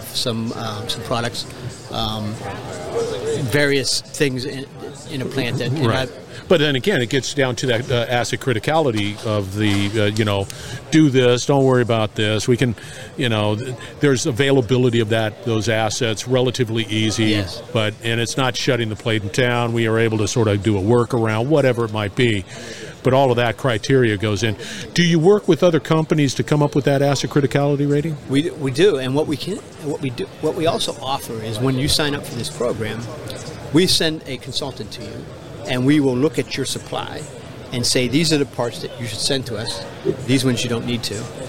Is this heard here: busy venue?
yes